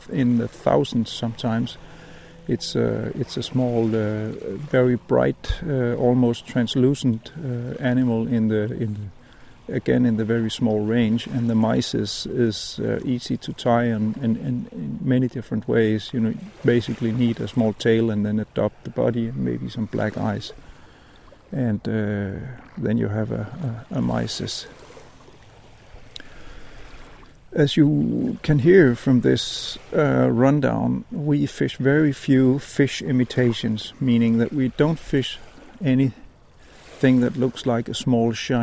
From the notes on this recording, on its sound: As usual recorded by the water, but with very little fishing and no catching.